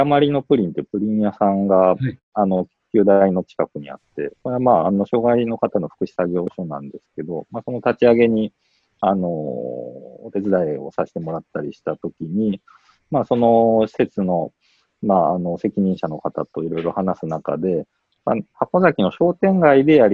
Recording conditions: video call